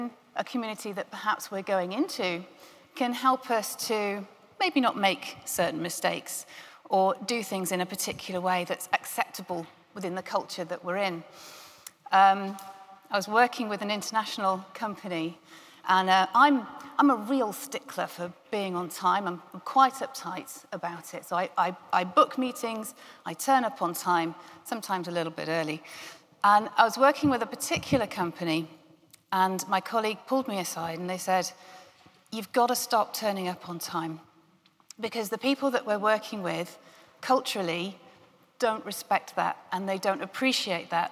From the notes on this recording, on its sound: a keynote from GREENHOUSE 2021